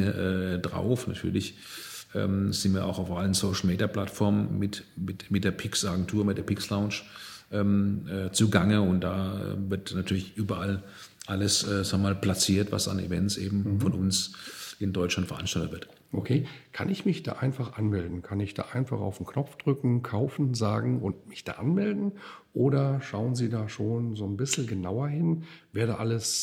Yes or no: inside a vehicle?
no